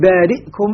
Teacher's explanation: نقول بارئكم إسكان محض